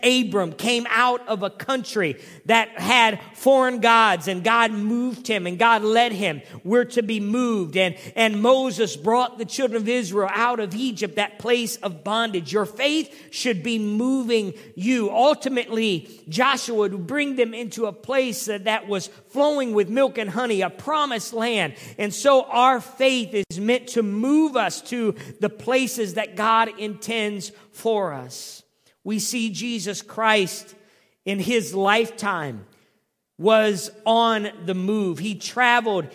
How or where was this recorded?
large echoing room